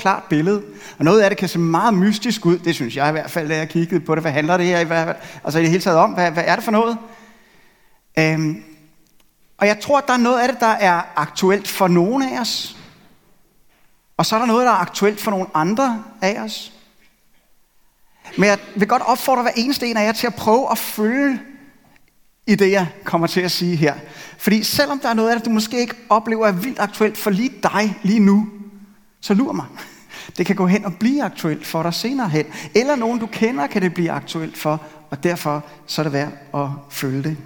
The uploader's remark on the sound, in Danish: Denne ugentlige prædiken er optaget i Københavnerkirken.